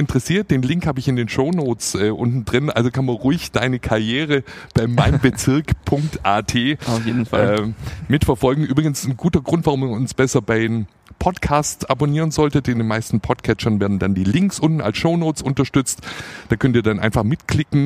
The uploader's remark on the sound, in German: Talk auf dem Conference Deck Im Orange Campus